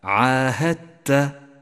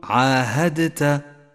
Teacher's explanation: والآن لاحظ الإدغام المتجانس في كلمة عاهدت، وتذكر أن الإدغام المتجانس هو أن يلتقي حرفان اشتركا في المخرج واختلفا في بعض الصفات، كما هو الحال بين حرف الدال وحرف التاء في كلمة عاهدت، ندغم الدال بالتاء فتسقط الدال من اللفظ · Shown in: first take · ولذلك هي رمادية اللون في مصحف التجويد ونشدد حرف التاء الذي بعدها هكذا عاهدت، وخطأ أن تقول عاهدت فتنبه.